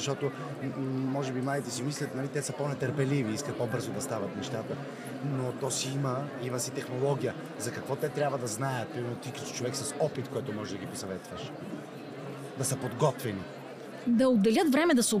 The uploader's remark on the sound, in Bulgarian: Това е номер 2 от специалните епизоди, които записахме в зала Арена Армеец по време на водещото кариерно събитие у нас, Career Show 2023.